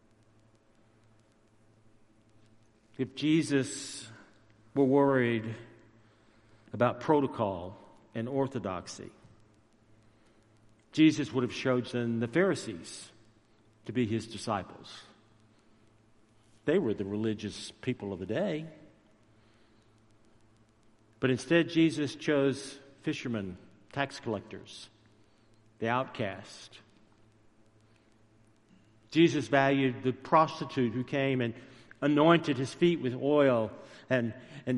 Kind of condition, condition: setting, large echoing room